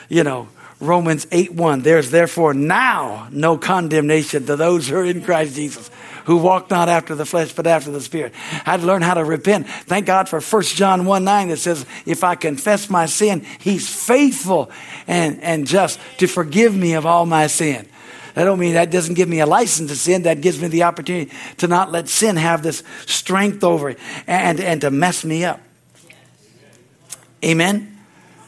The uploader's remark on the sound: From the Wednesday service on September 20, 2023 at Harvest Bible Church in Stockton, California. Is from the Wednesday service.